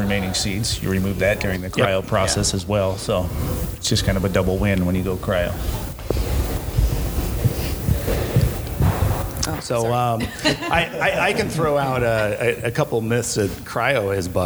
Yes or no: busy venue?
yes